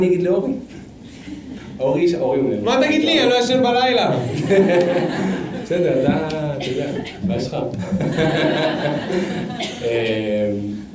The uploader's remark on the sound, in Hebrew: נפגשנו לפופקורן לייב מול קהל חי ב-Rise תל אביב